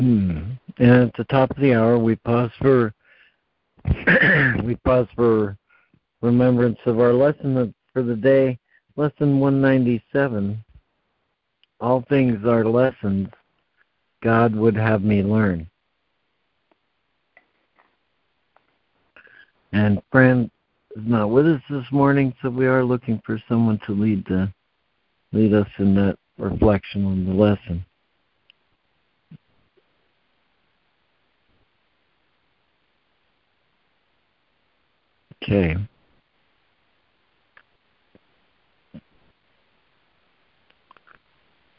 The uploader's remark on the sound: ACIM Daily Conference Call